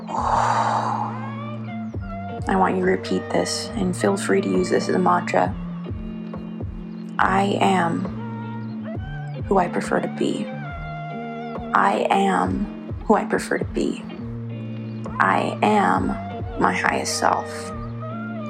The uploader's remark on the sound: Recorded on my phone for the first time, and will be unpacking the mic for next week.